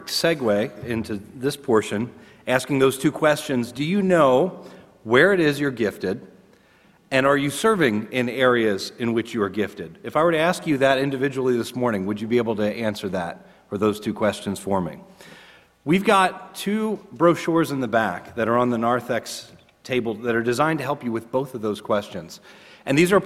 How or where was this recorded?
large echoing room